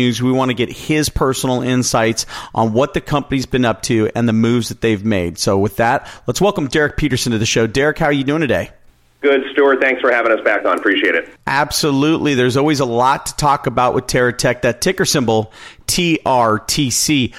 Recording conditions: phone line